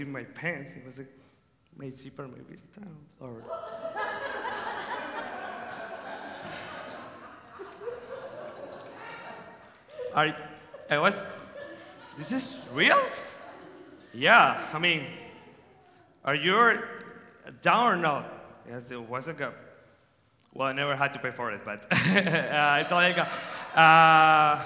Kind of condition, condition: setting, live audience